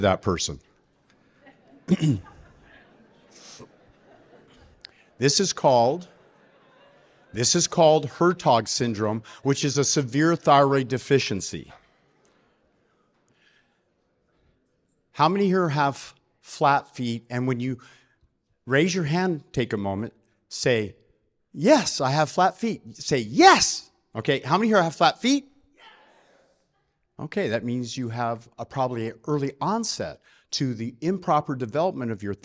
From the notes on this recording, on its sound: At the Dealmaking Conference. Recorded live at the conference.